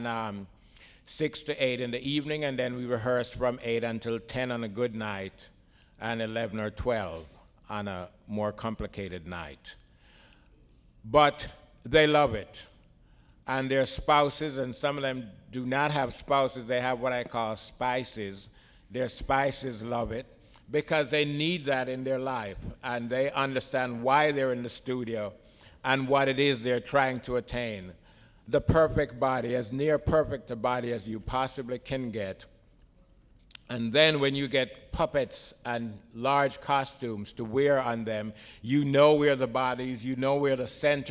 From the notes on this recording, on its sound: Recorded at the Academy of Achievement's 2001 Summit in San Antonio, Texas. He tells the Academy's student delegates.